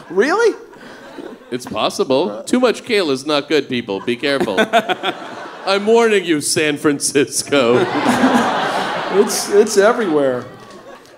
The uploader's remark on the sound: StarTalk Live! SF Sketchfest. Since this show was recorded live before an adult audience in San Francisco.